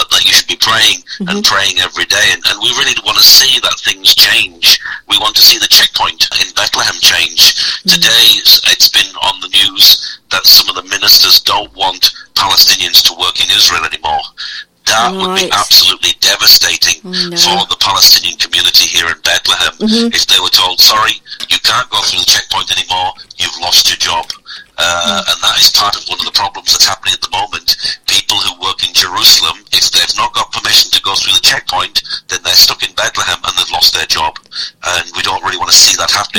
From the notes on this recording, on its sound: Phone interview. A Christian journalist living in Bethlehem.